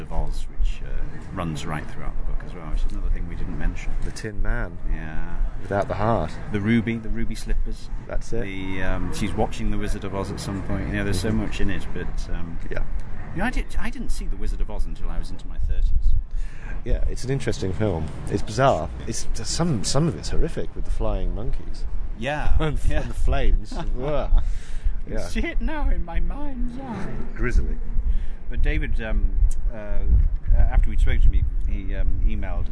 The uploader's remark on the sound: We're on foot again in this special episode we thought lost. On location: Saint Paul's Cathedral - apologies for the windy conditions, stick with us.